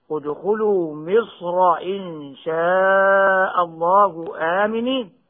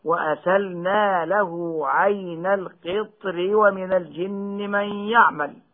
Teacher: وهي مفخمة وصلا في كلمة مصر بسبب فتحها، ومرققة في الوصل في كلمة القطر بسبب كسرها